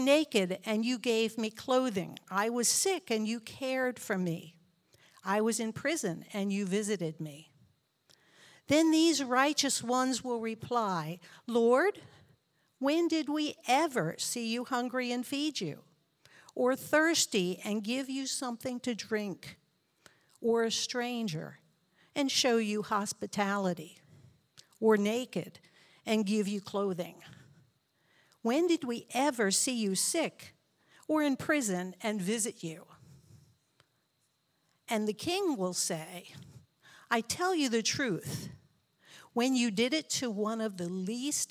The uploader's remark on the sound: This JAT was recorded live on July 17th, 2022 at Newark United Pentecostal Church.